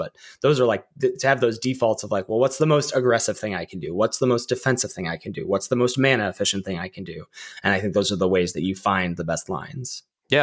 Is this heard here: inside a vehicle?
no